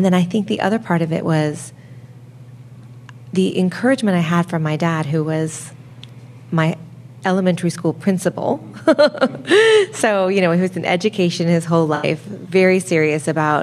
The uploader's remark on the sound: before an audience at the Literary Arts space in downtown Portland